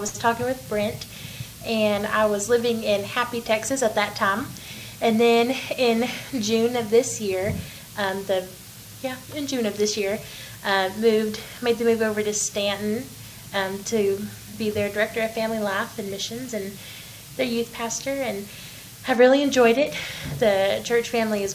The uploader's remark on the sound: We apologize for the audio inconsistencies, as there were some problems with the audio on this particular episode.